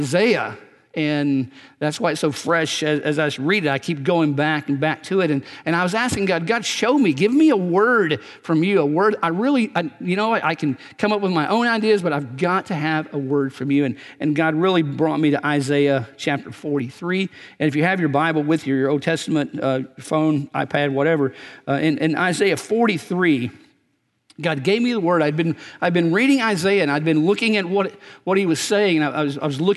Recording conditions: large echoing room